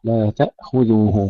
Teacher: الهمزة ساكنة بدون قلقلة ثم الذال مرققة